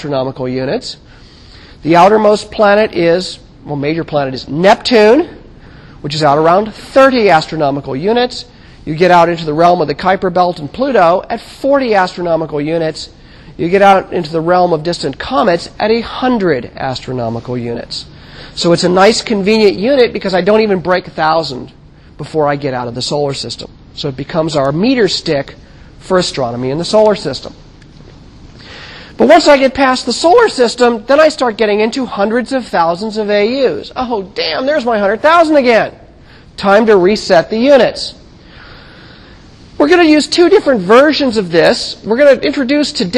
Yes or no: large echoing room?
yes